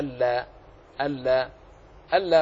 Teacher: لأنه نون ساكن وجاءت بعده اللام فهو إدغام بلا غنة، فالنطق سواء كان بالمقطوع أو الموصول النطق واحد، تنطق هكذا ألا ألا ألا ملجأ من الله إلا إليه.